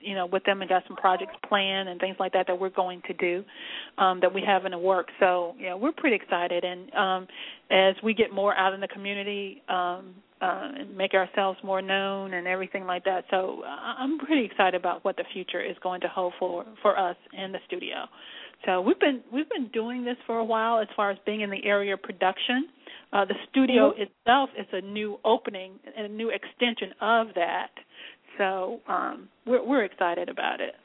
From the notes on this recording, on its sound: LML uses a progressive live call in format to engage our listening audience.